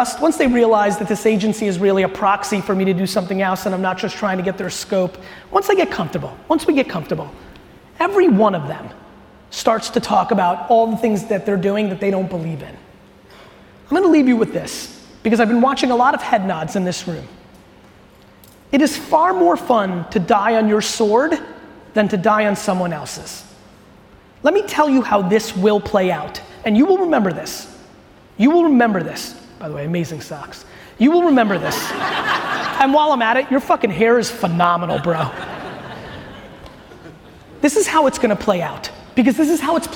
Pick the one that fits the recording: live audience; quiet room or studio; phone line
live audience